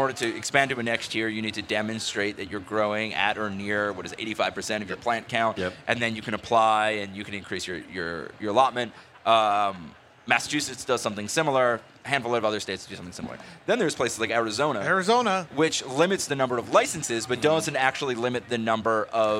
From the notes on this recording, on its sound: Recorded at MJBizCon 2023